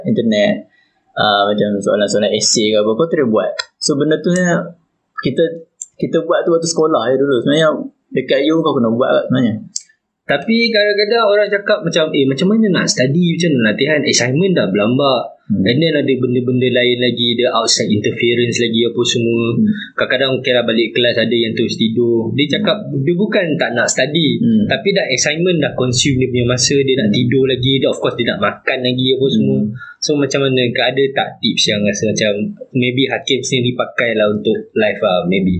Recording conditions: poor sound quality